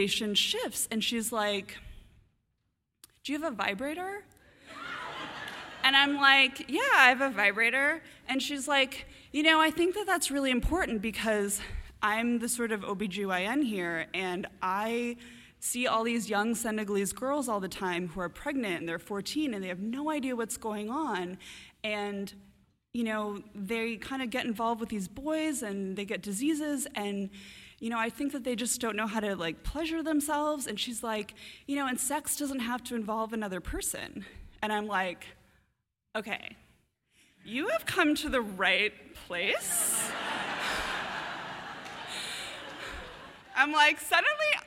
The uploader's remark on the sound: A story from the March 2015 All Y'all live storytelling event "Ladies Night,".